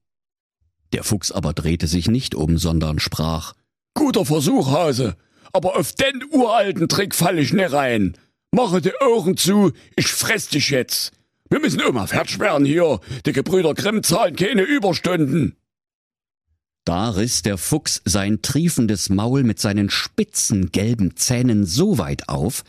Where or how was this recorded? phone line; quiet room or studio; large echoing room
quiet room or studio